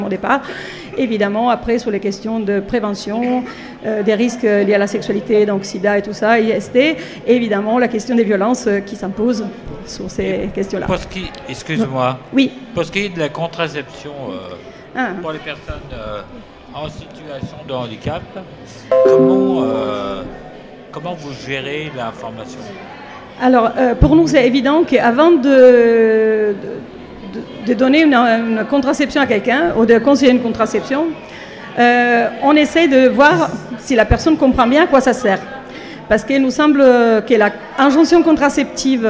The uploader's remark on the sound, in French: En direct du salon Amours et handicap de Hyères